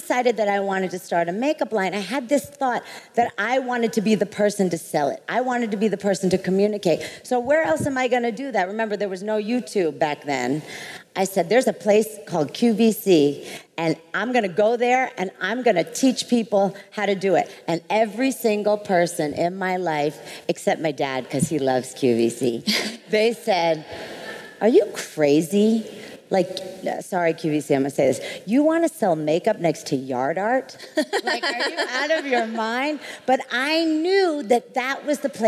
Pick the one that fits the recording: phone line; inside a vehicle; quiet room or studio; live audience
live audience